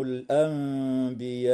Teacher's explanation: النون الساكنة في كلمة الأنبياء وقعت قبل حرف الباء، فحكمها الإقلاب مع الغنة والإخفاء، ولا يخفى نوع المد ومقداره في هذه الكلمة.